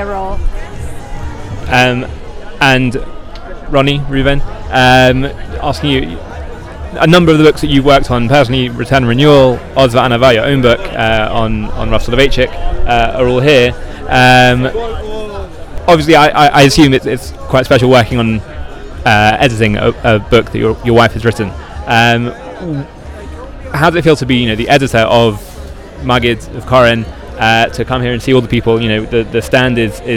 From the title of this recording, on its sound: LIVE from Shavua HaSefer in Jerusalem